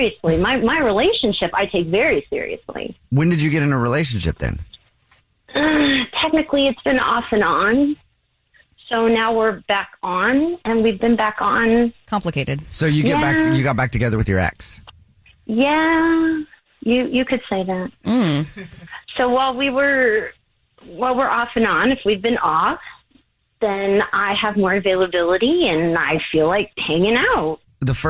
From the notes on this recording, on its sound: We get that other person on the phone